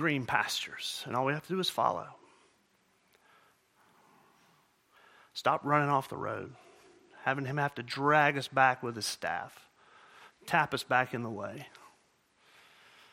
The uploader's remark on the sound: At Murrieta Valley Church in Murrieta, California.